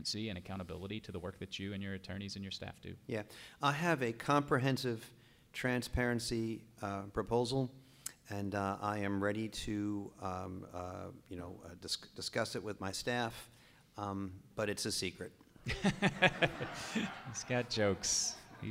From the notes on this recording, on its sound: Recorded live in front of an audience of Just City supporters at Crosstown Concourse.